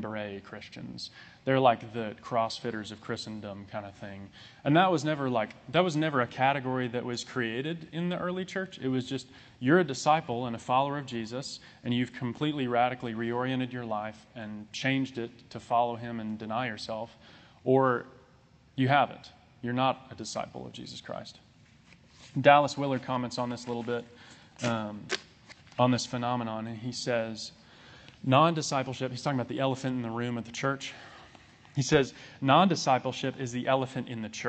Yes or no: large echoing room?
yes